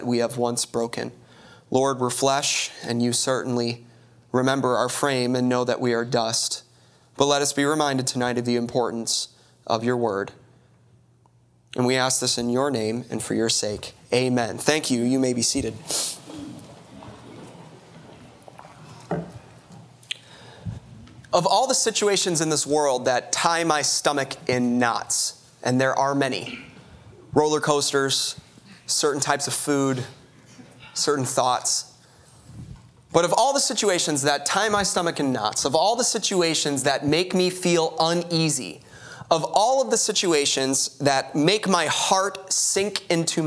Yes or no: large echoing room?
yes